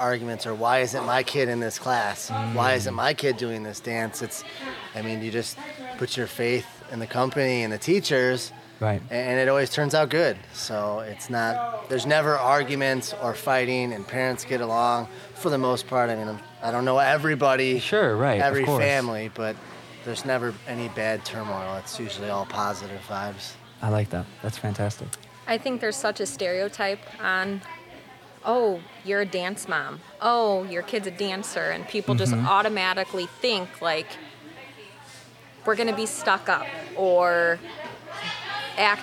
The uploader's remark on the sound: As we join Virtues in Motion for their pre-competition live and digital event. We did our best to cut out as much background noise as possible.